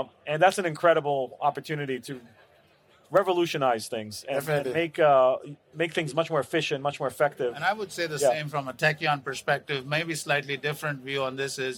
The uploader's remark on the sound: CES 2023 Fireside Chat. This episode features a fireside chat recorded live at CES 2023.